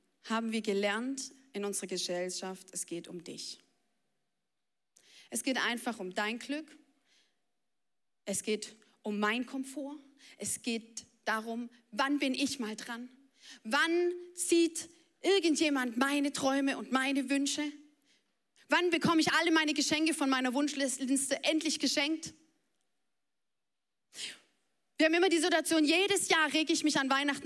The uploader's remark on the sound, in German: Audiomitschnitt der Predigt vom 14.